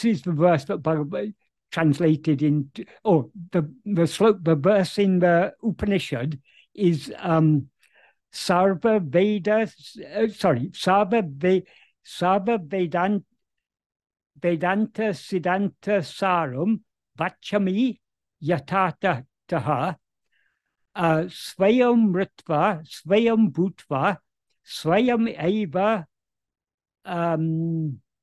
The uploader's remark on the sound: In a Zoom meeting with Sri Ramana Center, Houston, on 4th November 2023